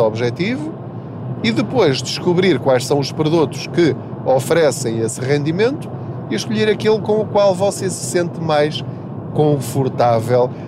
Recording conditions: background noise